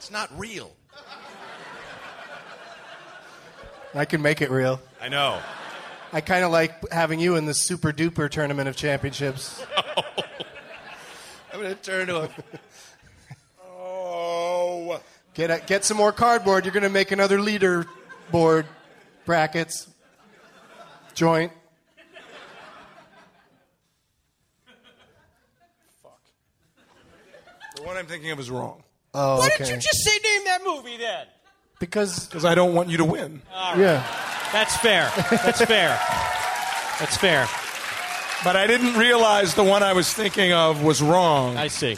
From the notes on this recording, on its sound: Recorded live at Largo at the Coronet in Los Angeles, California on July 14th, 2013.